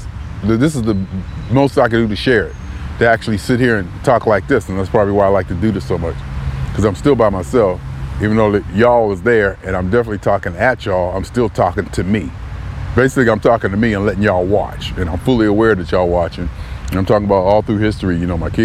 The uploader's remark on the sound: Me Walking Talking June 25, 2021: Being Alone With Me In New Haven, CT